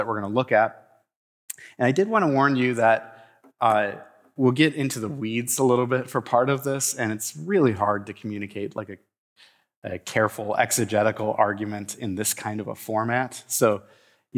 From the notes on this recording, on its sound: delivers the third lecture of the 2023 Rice Lecture Series